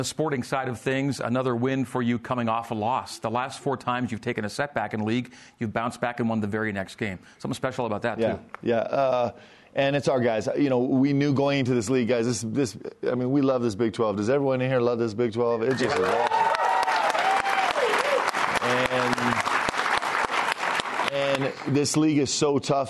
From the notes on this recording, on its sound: A live audience in Studio C.